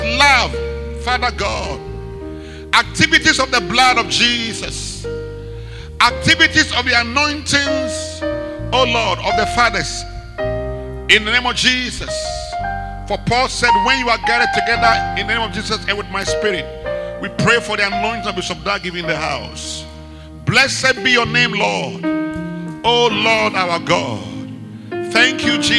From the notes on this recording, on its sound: Preached at the Rose of Sharon Cathedral , Catch the Anointing Centre, LA - Acccra